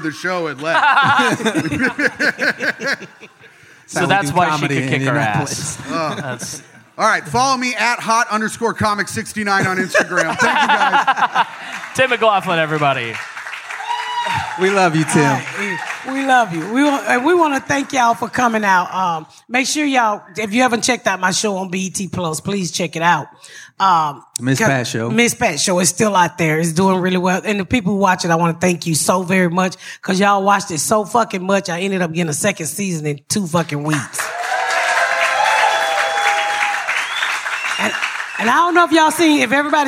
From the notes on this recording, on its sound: Live from Skankfest Southwest. We are live this week at Skanfest Southwest!